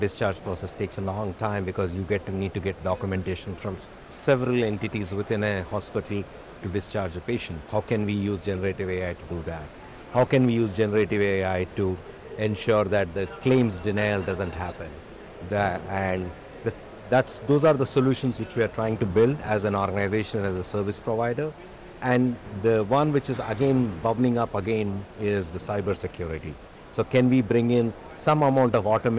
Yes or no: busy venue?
yes